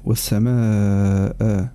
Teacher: الأولى المد، وهي في حروف المد الثلاث، ويزاد فيها على المد الطبيعي بسبب الهمزة والتقاء الساكنين